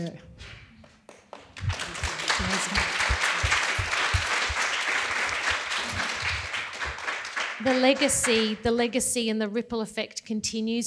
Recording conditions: live audience